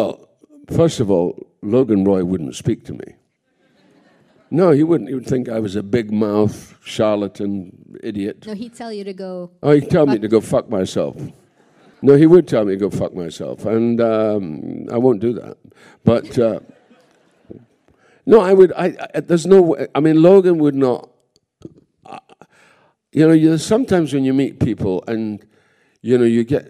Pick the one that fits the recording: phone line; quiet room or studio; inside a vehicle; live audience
live audience